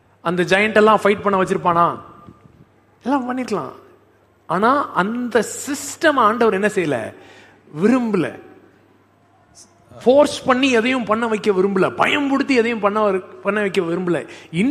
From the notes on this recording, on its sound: Live Church Service.